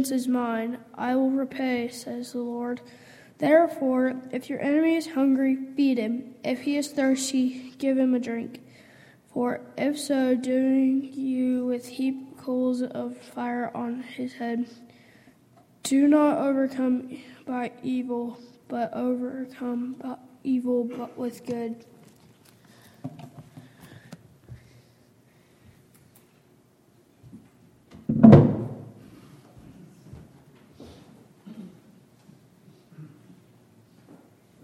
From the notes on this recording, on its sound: Downtown Church Of Christ Audio Sermon